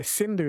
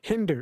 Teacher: they couldn't pronounce the S, so they couldn't say Sindhu, the river, so they changed it to Hindu, and now we all say Hindu, Hinduism, but it's actually a mispronunciation.